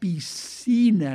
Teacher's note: la C que hi ha darrere de la S indica una mica d'allargassament